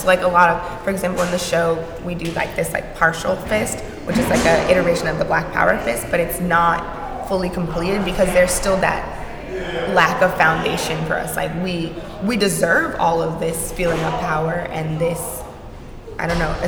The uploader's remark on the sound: Recorded live at Gallery 72. This conversation is presented in collaboration with the Atlanta Mayor’s Office of Cultural Affairs.